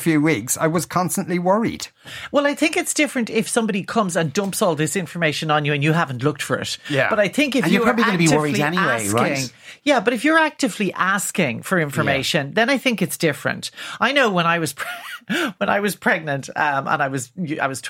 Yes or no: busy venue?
no